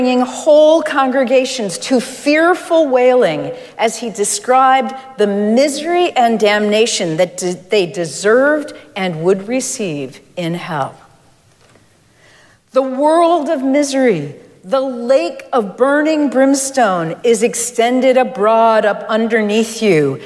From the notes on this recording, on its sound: Recorded live at Arlington Street Church